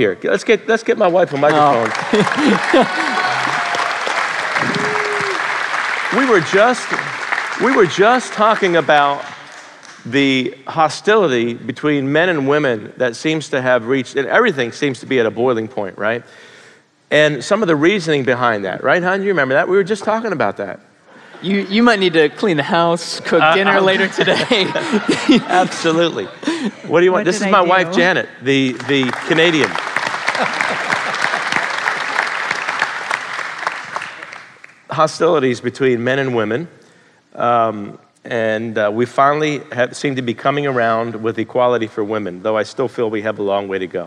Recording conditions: live audience